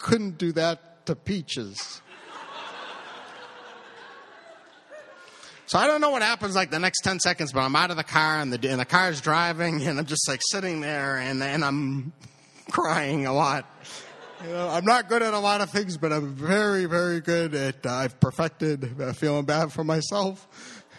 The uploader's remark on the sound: Live at BRIC